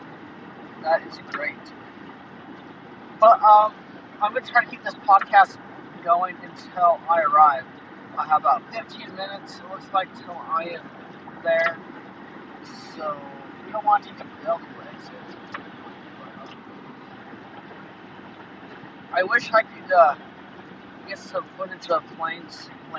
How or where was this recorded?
inside a vehicle